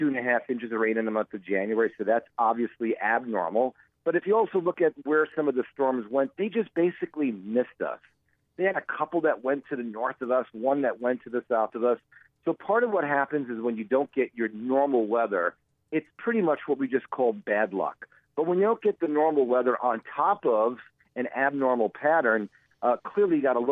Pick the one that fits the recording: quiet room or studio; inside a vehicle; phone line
phone line